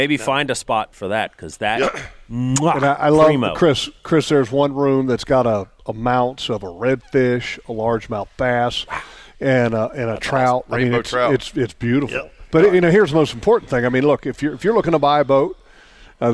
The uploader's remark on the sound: LIVE! from Atlantic Coast Marine